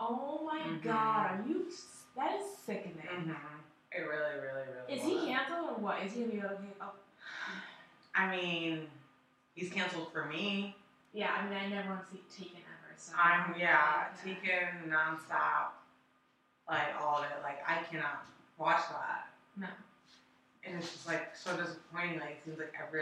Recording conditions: poor sound quality